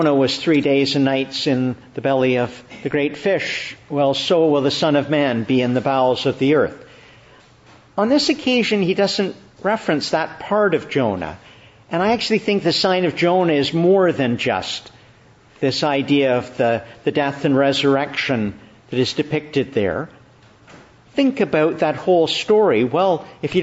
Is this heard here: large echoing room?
yes